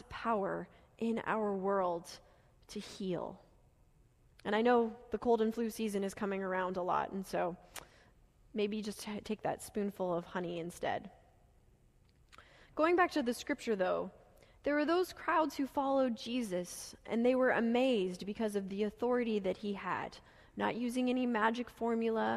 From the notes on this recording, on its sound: Delivered during the Gathering worship service